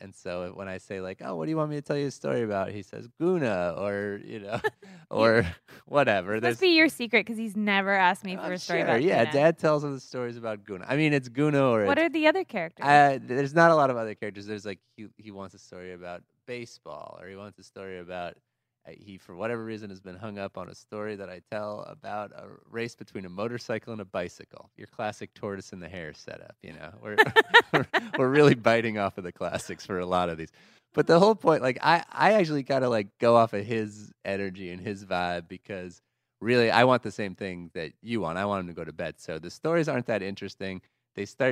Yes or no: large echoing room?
no